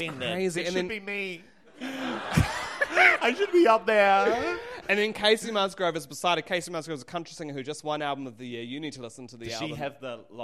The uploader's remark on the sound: Fan Fiction (LIVE!). In front of a live sold out crowd.